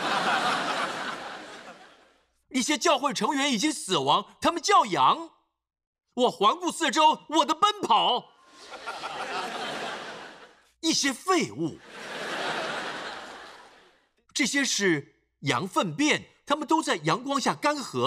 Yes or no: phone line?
no